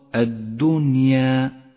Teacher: جاءت النون ساكنة وبعدها حرف الياء، ولكننا لا نسمي الحكم هنا إدغاما بل هو إظهار شاذ، لأن الإدغام لا يقع إلا في كلمتين، فلا نقول الدنيا، والصواب الدنيا.